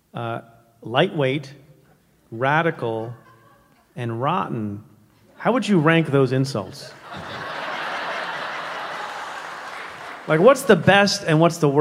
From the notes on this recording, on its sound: Stay Tuned Unplugged: Live Tour 2019. Denver. Minneapolis. Detroit.